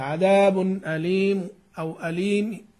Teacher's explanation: فالشاهد أن المنون يسلب التنوين، لأن التنوين ينقله إلى السكون، وإحنا نروم حركة، نحن نروم إيه حركة، إحنا نريد بالروم أن ننبه إلى حركة هذا الموقوف عليه، فالتنوين يلحقنا بالسكون، فنحن نحذف التنوين ونروم كأنها ضمة واحدة، عذاب أليم أو أليم.